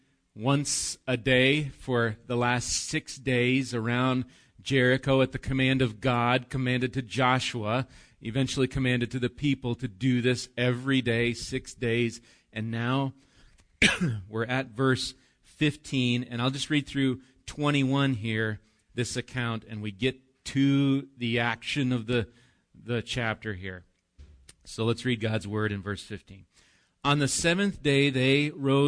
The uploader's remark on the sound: Recorded live at Bethany Bible Church on 4/7/19